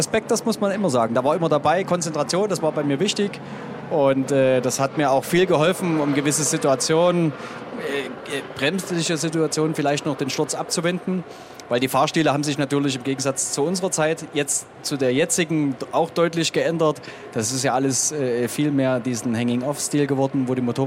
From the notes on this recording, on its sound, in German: Im Sonntagsbrunch erzählte er davon - live neben der Rennstrecke. In seinem mobilen Sendestudio erleben.